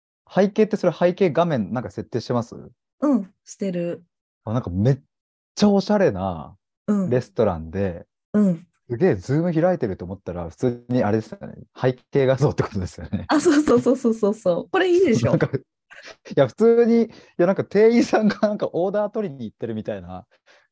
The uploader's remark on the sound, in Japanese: zoom対話の音声を初公開！